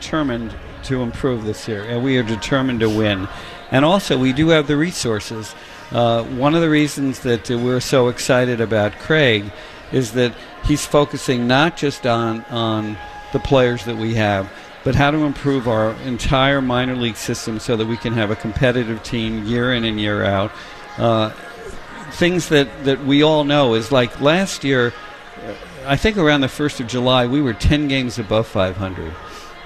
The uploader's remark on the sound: The guys are live from Red Sox Winter Weekend in Springfield